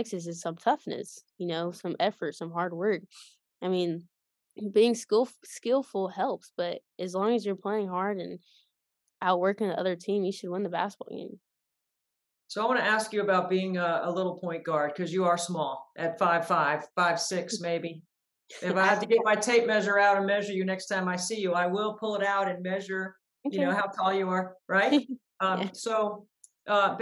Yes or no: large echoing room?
no